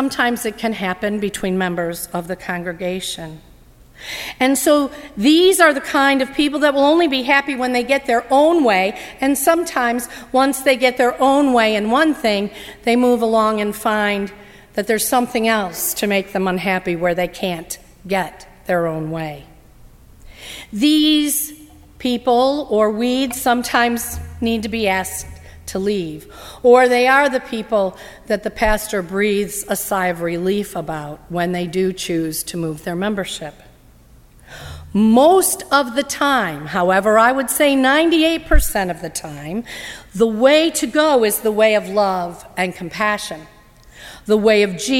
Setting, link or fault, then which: setting, large echoing room